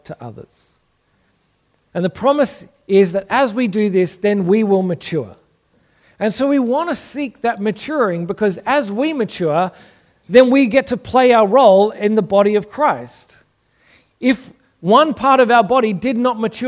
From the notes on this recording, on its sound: Originally preached at St Stephen's, Belrose in April 2022.